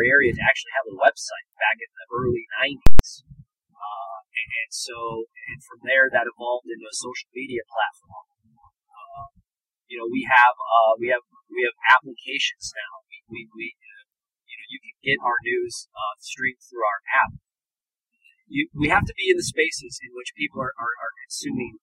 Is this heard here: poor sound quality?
yes